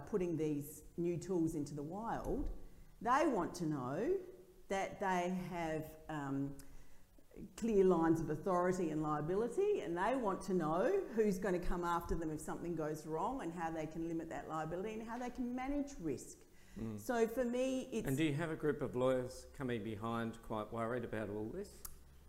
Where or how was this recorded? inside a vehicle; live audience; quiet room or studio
live audience